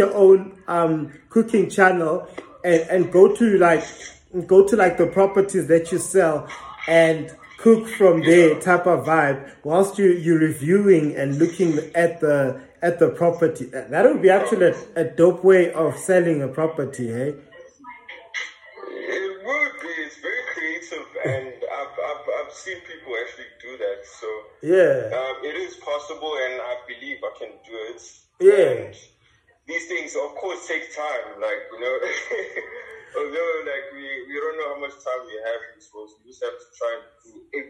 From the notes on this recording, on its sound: Had a telephone Call